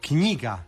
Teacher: knjiga, to je silazni naglasak, kratak je i isto tako i književnik.